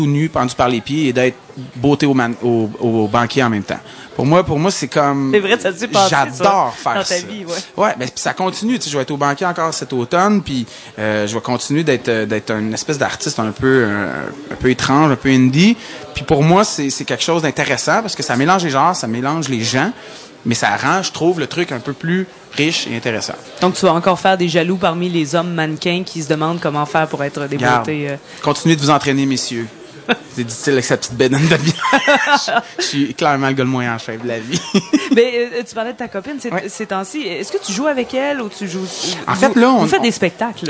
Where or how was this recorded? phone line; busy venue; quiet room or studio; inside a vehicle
busy venue